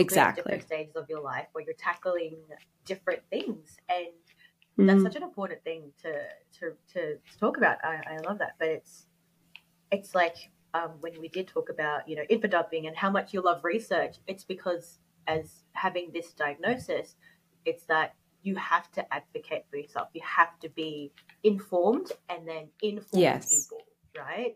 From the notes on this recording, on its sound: my mic did not cooperate this time!